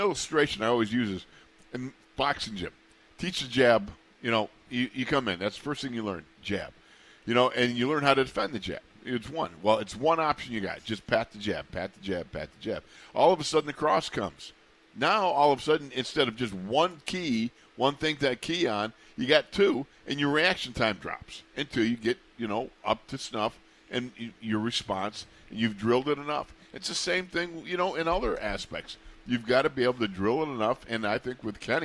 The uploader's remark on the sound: ITL Live from Steelers Camp Day 14.